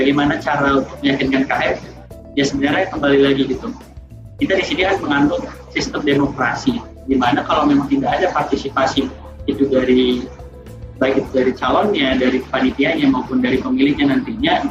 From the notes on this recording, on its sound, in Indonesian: hanya bisa melambai via zoom meeting